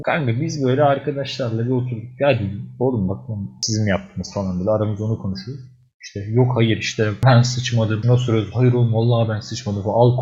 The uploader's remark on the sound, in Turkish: Kötü ses kalitesini mazur görün.